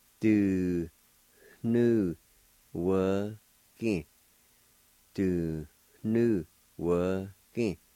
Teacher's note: right before the NU, there's a faint H sound or an aspirated sound